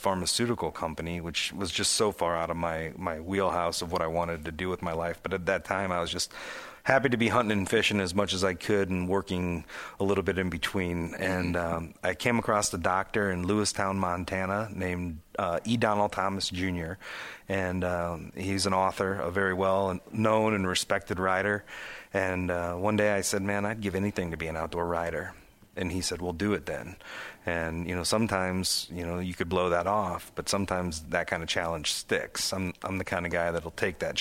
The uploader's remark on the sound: at the Professional Outdoor Media Association Conference in Wichita, KS